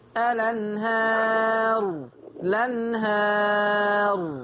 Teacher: اولا هل الالف بتاعت الانهار مقللة؟ لا. اذا الراء مفخمة.